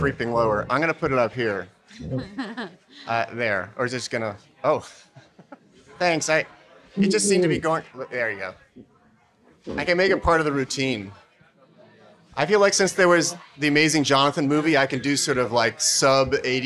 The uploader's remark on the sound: The True/False festival (based in the college town of Columbia, Missouri) has grown into one of the most outstanding annual showcases for documentary film. “Toasted,” the True/False festival’s very late-night wrap-up event, in front of a lively audience.